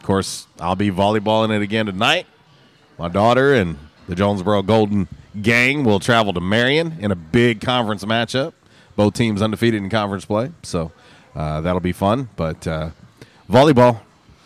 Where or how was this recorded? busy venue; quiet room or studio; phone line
busy venue